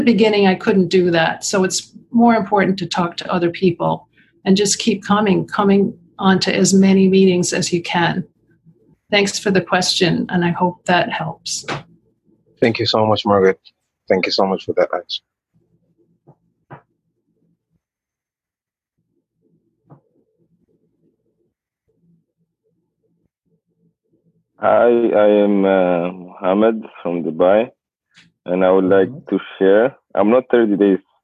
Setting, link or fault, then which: link, video call